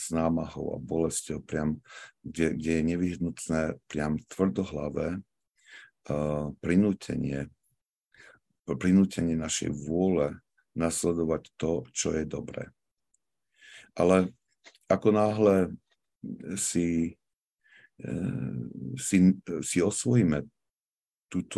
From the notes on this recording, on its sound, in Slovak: pravidelné online stretnutia prostredníctvom ZOOM